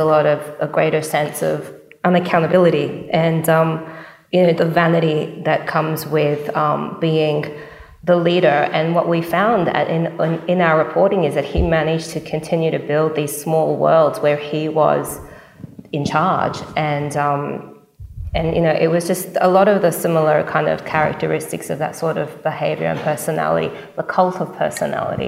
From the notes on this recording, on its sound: This bonus episode was recorded following a live production of “Foundering: The John McAfee Story” in San Francisco at the RSA Conference in April 2023.